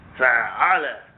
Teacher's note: Then when I go to the second form, I put what we call a shadda on the middle letter of those three to double it.